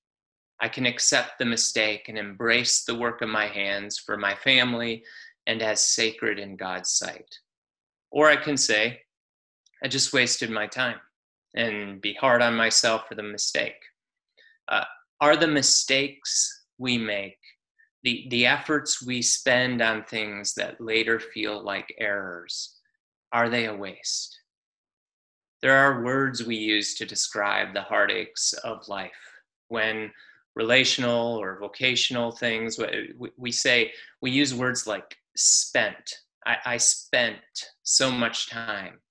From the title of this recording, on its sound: Palm Sunday Zoom Church